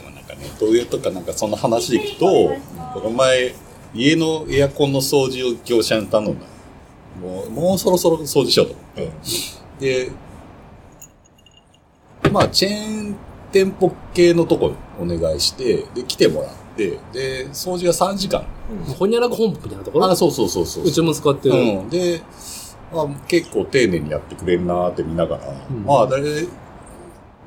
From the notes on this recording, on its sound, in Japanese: 屋外収録。名古屋駅に飲みにいこう！いつもの指向性マイクではなくXYマイクでの収録となっています。広いレンジによる街の臨場感をお楽しみください。